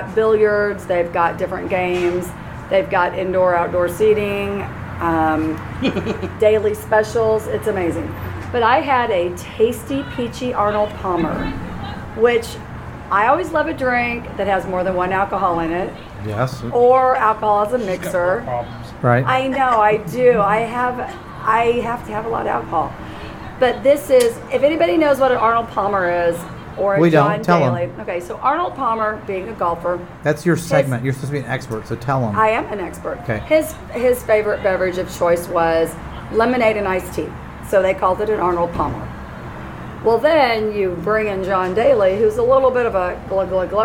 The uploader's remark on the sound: Live from The Lakewood Local.